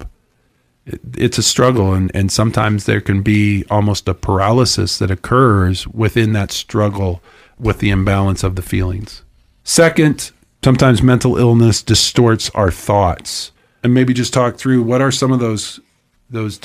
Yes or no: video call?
no